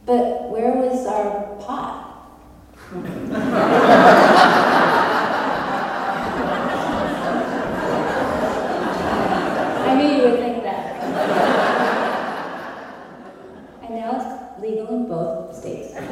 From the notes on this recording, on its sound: live on stage at Alberta Abbey for live storytelling with Portland Story Theater